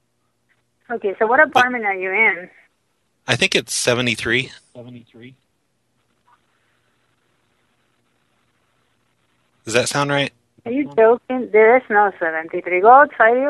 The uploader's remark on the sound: Prank Phone Calls